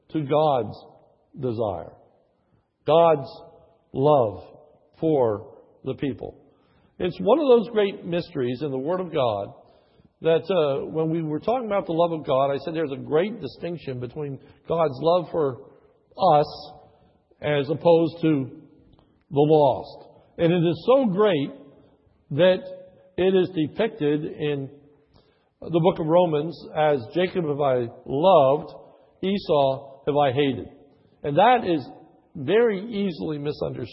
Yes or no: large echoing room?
yes